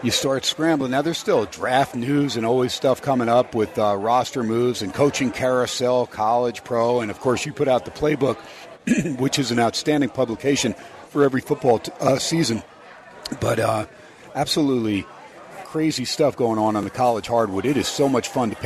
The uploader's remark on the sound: SPORTSXRADIO HUMP DAY AT STEINERS PUB. "Live" from #SteinersPub #LasVegas.